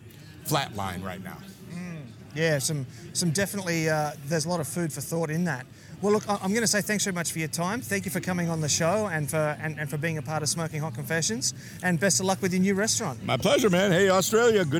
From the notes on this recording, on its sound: This is the third and final episode recorded live that the NBBQA’s annual conference in Kansas City. The last day of the event was a double-headed Steak Cookoff Association competition. Barney Allis Plaza in the middle of down town Kansas City for the NBBQA BBQ Classic!